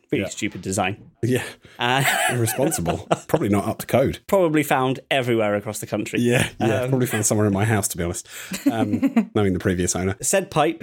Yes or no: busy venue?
no